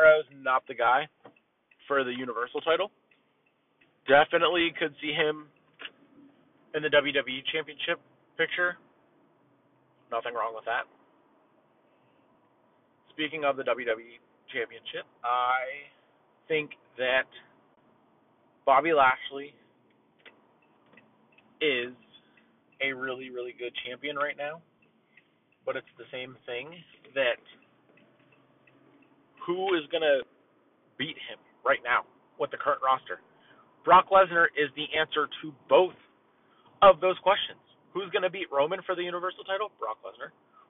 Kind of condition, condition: setting, inside a vehicle